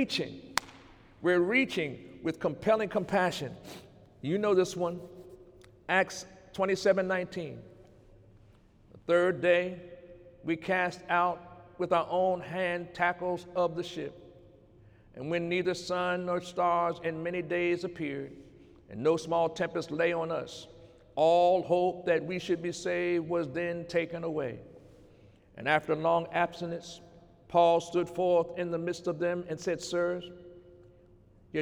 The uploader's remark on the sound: During Sunday morning service